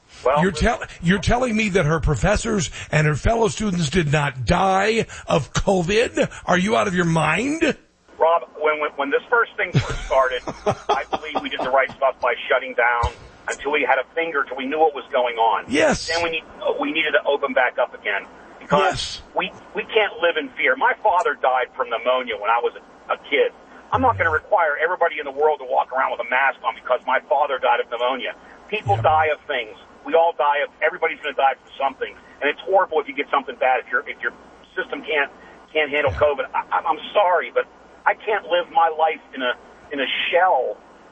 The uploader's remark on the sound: Takes calls from live listeners. Listeners call.